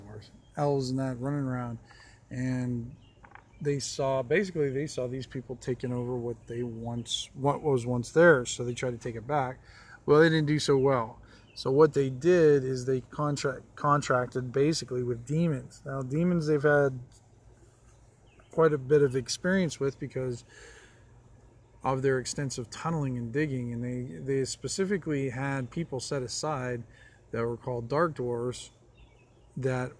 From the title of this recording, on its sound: on the Back Deck